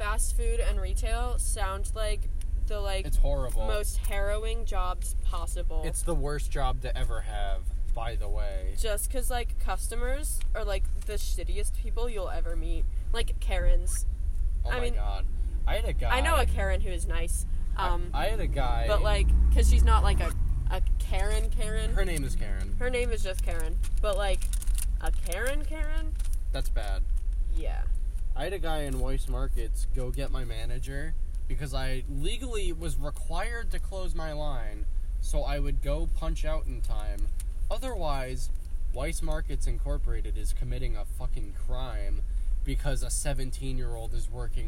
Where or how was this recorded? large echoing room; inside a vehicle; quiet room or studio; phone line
inside a vehicle